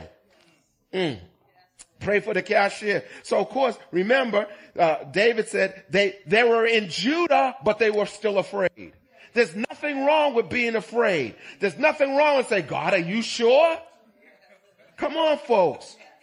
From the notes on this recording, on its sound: Recorded on 2016-11-20 at the 08:30am Service.